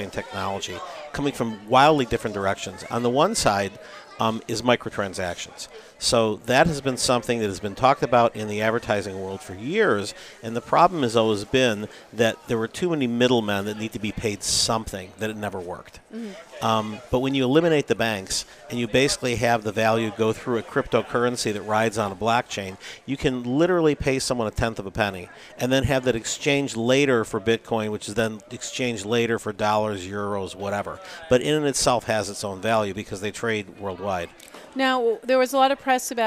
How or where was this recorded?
busy venue